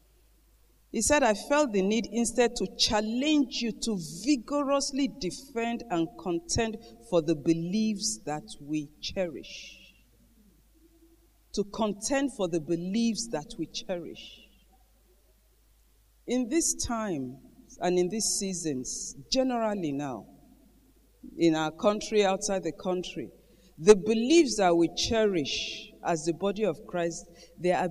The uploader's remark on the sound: Gathering of Eagles Conference Day 2 Morning Session